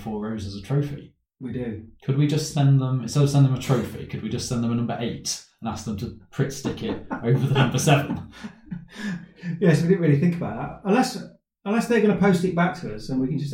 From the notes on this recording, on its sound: We don't know why this episode sounds like we recorded in a tunnel. Normal sound quality will return next time we hope.